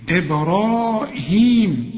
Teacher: وبعد الراء في ألف عشان تمد الراء حركتين